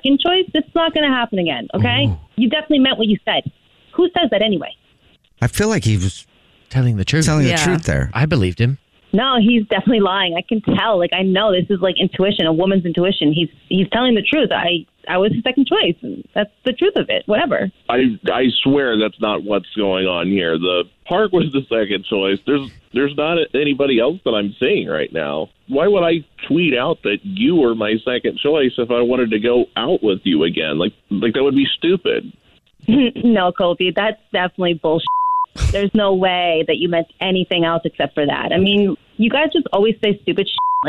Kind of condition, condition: link, phone line